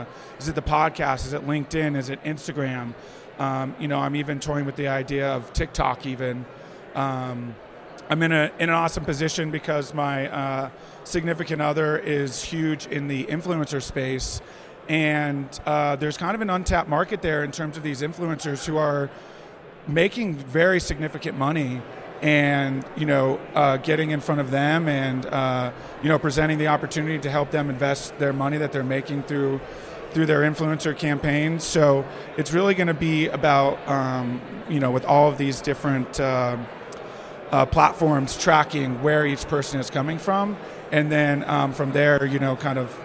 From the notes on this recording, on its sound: at the Best Ever Real Estate Conference (BEC)